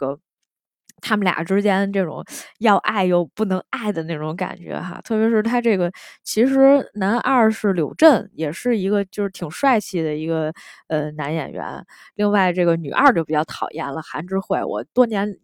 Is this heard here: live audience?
no